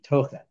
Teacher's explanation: the stress on the penultimate syllable. That's the noun.